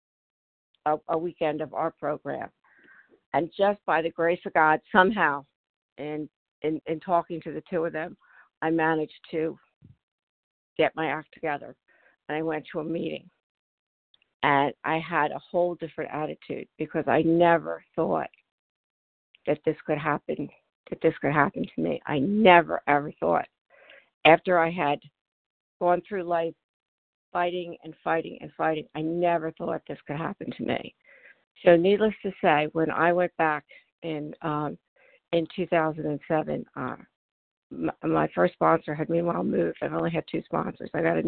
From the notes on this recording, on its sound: from the 100 Pounders Phone Meeting on 12/4/20